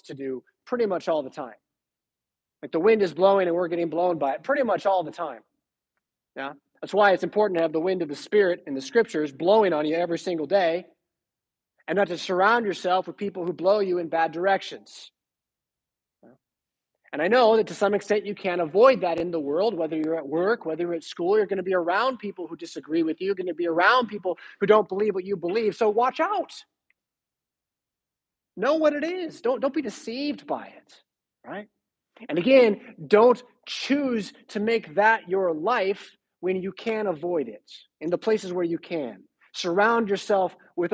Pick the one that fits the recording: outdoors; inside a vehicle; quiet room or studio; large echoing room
large echoing room